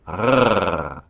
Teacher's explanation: The trill happening at the back is of the uvula against the stiff structure of the back of the tongue. · Term: uvular trill